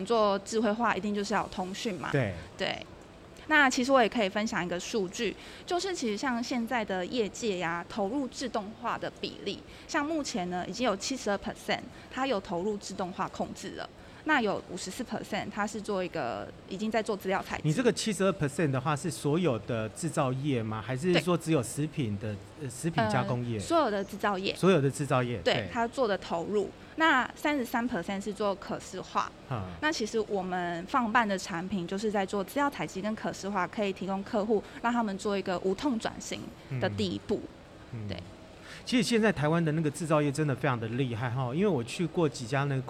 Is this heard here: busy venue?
yes